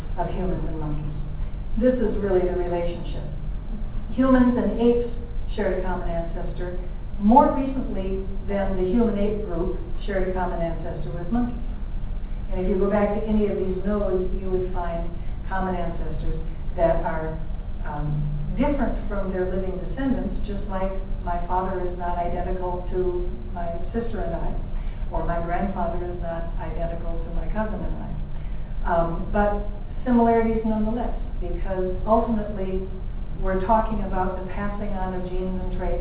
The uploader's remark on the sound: lecture at UFV, an event put on by FVASH in collaboration with the biology department of UFV.